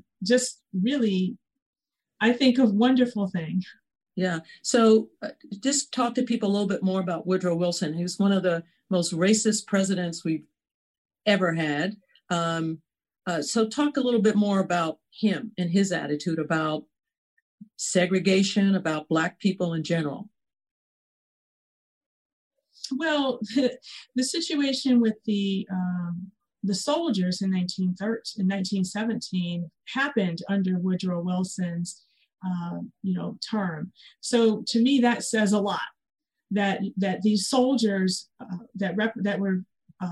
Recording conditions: video call